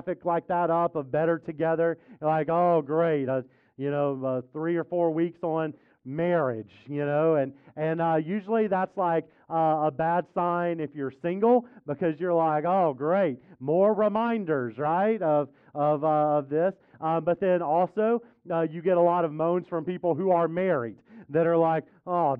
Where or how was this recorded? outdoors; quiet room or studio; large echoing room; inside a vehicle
large echoing room